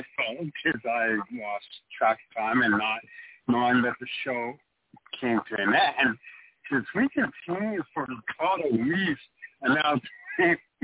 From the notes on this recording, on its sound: Taking your phone calls and chat quests/comments.